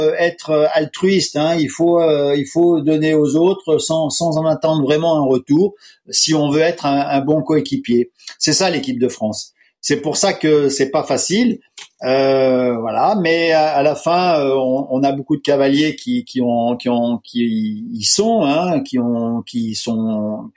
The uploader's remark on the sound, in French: Pour la première fois depuis le lancement de ce podcast et confinement oblige nous avons enregistré ce nouvel épisode à distance.